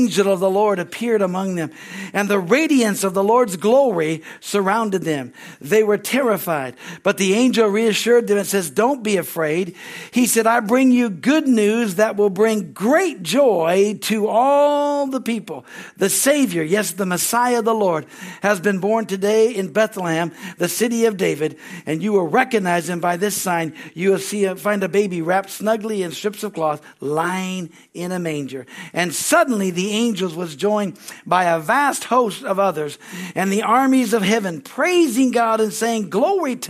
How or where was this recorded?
large echoing room